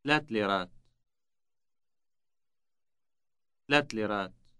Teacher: Notice that the A ending of the number is dropped.